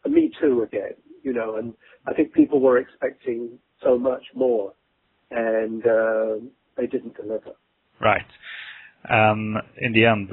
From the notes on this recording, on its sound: The interview was conducted over the phone